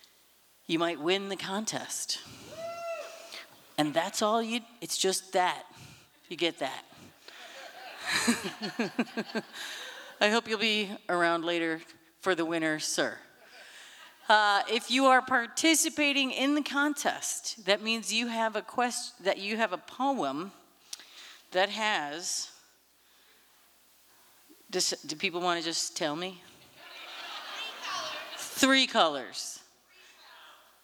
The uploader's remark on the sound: From the 2023 FisherPoets Gathering, Umpteenth On-Site Poetry Contest. This recording was made on Saturday, February 25th, 2023, at the Liberty Theatre in Astoria, OR as part of the FisherPoetry Archive Project.